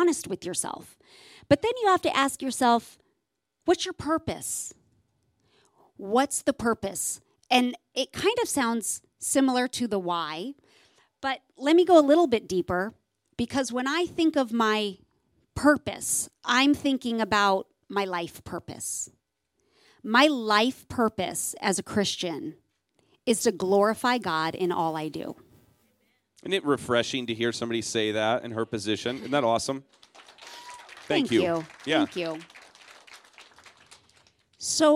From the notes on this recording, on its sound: Live at Biola University in front of a packed student body audience for this special two part interview.